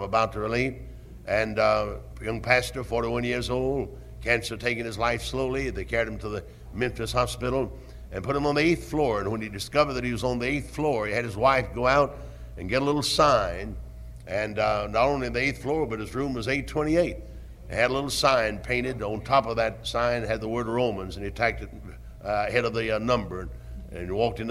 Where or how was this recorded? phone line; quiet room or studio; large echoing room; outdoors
large echoing room